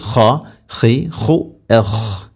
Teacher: ഖ തൊണ്ടയുടെ മുഗൾ ഭാഗമാണ് മഖ്റജ്.